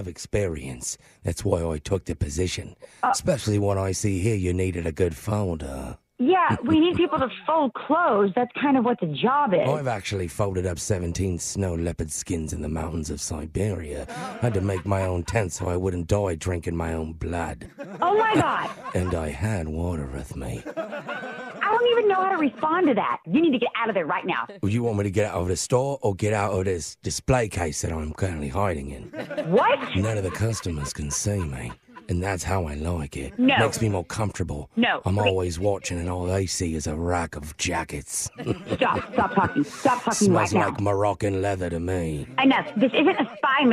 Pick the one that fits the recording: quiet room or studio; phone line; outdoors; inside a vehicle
phone line